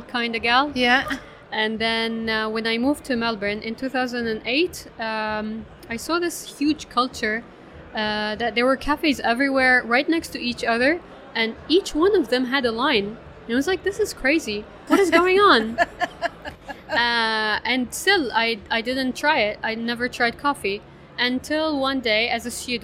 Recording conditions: busy venue